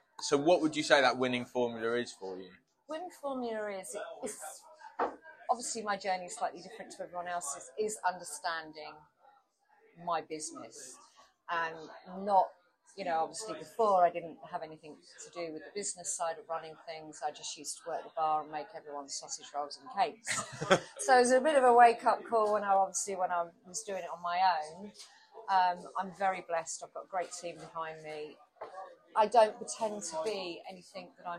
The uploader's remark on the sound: live from her pride and joy, The George & Dragon Tarring